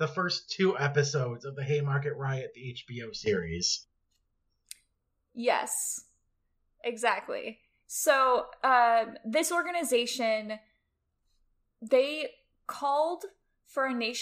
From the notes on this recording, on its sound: Battle through every imaginable technical difficulty. I only heard about half of it.